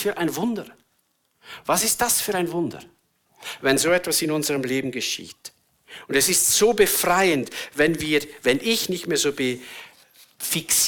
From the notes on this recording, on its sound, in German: Eine Predigt der BewegungPlus Burgdorf